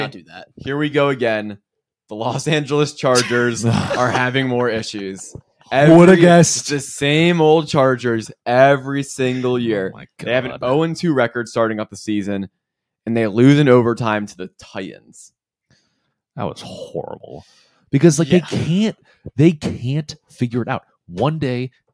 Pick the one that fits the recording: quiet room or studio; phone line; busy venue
quiet room or studio